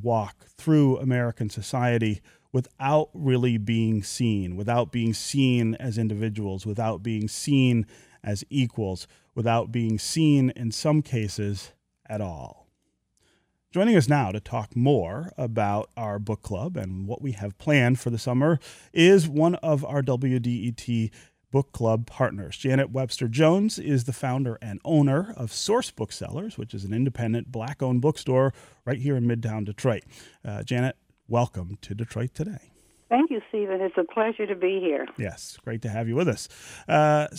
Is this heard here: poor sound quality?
no